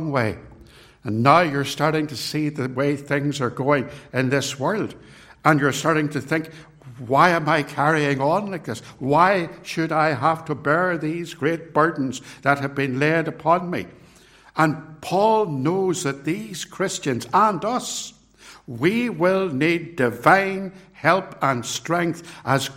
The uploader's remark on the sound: It was recorded at Templepatrick